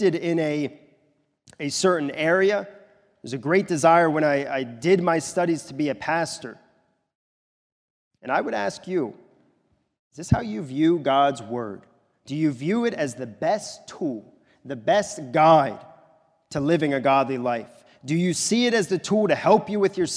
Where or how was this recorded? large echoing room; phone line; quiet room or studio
large echoing room